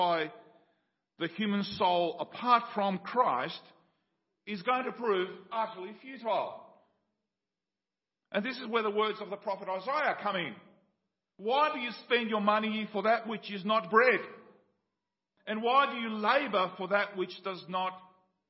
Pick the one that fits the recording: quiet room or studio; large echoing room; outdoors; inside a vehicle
large echoing room